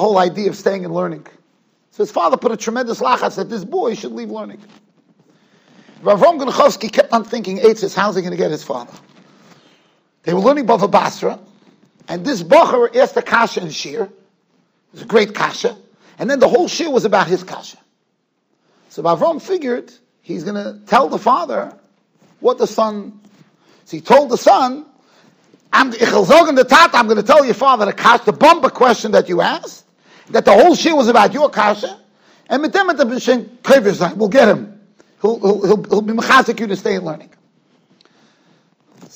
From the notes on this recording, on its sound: Shiur recorded in Yeshivas Ohr Reuven, Monsey, NY.